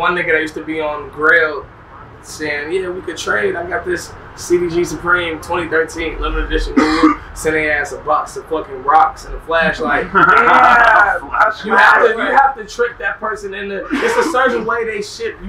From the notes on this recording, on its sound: Recorded at Wireless Festival in London, U.K.